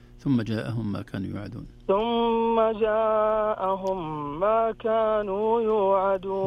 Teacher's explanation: فقط حبيت أسمع الغنة في الميم المشددة، مرة أولى قرأتها ثم جاءهم بدون غنة، لكن ما شاء الله قرأتها كلها ممتازة.